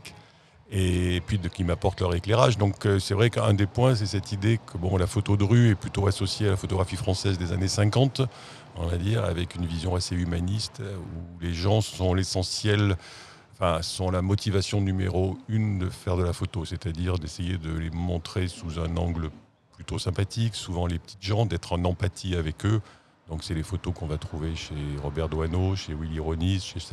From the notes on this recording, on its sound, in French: Dans ce podcast enregistré le 7 mai dans la cour des Rotondes